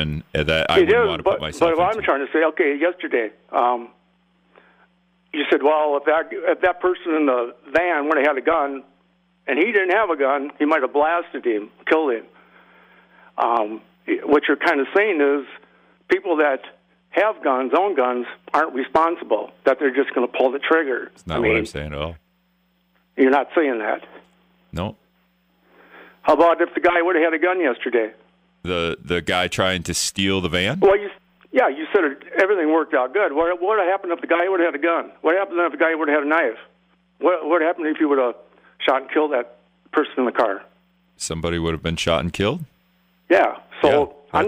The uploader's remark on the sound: called in with their own agendas, which is always awkward.